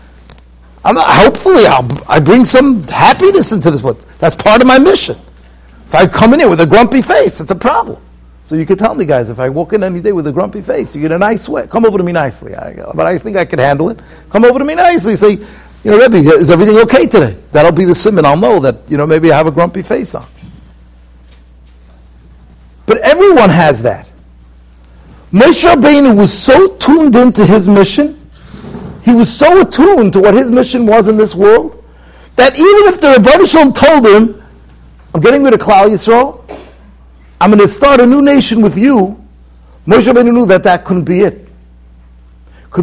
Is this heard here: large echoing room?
yes